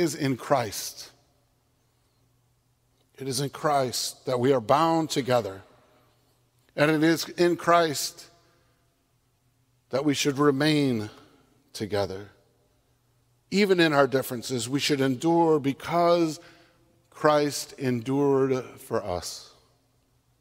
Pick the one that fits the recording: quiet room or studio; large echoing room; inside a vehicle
large echoing room